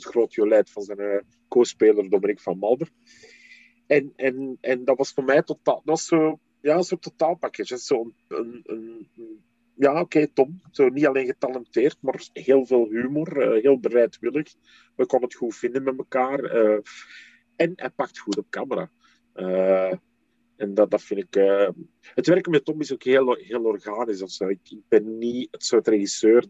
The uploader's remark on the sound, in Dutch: Het interview werd gedaan via zoom.